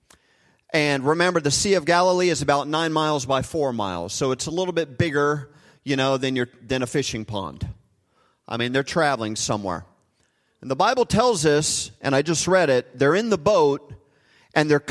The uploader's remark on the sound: Recorded live at Hope Church in Springfield, Mo.